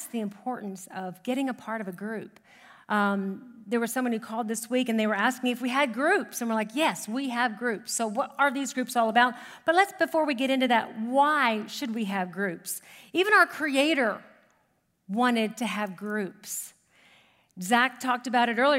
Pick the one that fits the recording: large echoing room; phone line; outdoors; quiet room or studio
large echoing room